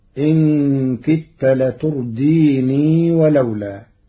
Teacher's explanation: قرأ ورش كلمة لتردين وصلا بإثبات الياء، فيقرأ إن كدت لترديني ولولا.